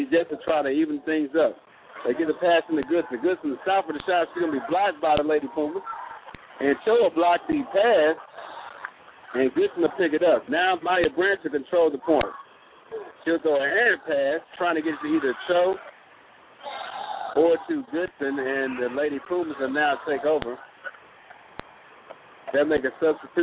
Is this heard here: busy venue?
yes